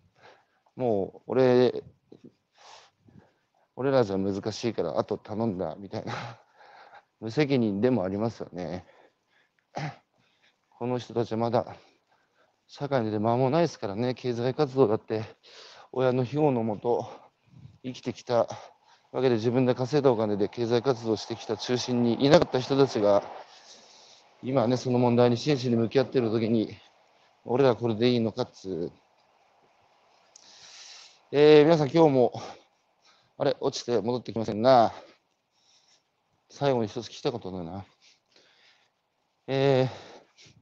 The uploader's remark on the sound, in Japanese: 東京都三鷹市の鴨志田農園。歩きながら1時間、対談する。